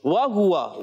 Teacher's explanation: ہونٹوں کی گولائی سے واو ادا ہوتا ہے